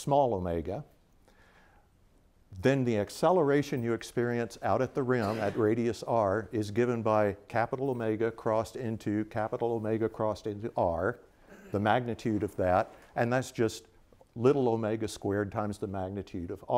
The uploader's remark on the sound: This lecture took place at the Keck Institute for Space Studies/Caltech on January 13, 2016.